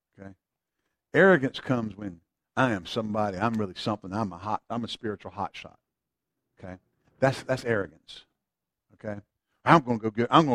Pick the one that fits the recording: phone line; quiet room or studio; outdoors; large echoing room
large echoing room